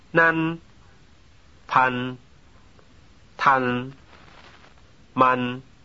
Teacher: These words end in a nasal sound also, but not the velar nasal.